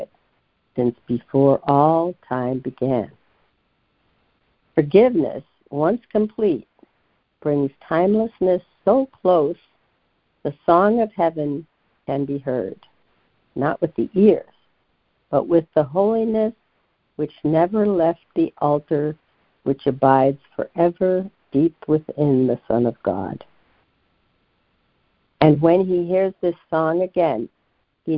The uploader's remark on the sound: ACIM Daily Conference Call